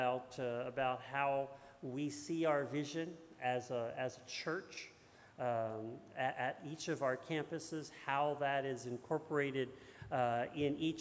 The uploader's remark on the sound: This message was first preached on 9/4/2022 at Linglestown Life’s Rockville Campus in Harrisburg, PA